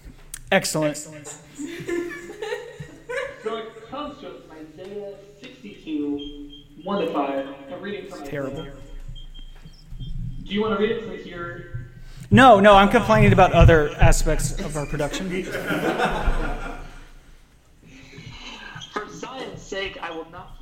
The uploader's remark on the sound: TVP Live in Memphis! Recording on the road is hard. Nevertheless we persisted to bring you a podcast of suboptimal quality in production. We were live at the Lutheran Student Movement Gathering in Memphis.